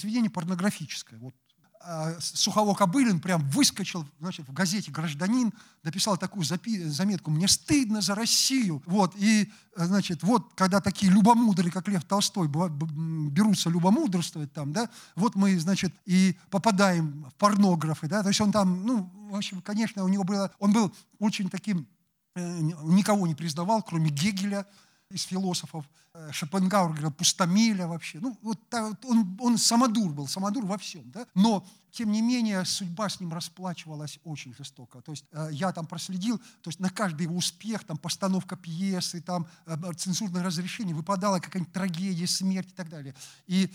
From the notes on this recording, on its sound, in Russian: Лекция в рамках XXVI Международных писательских встреч. Дом культуры «Ясная Поляна».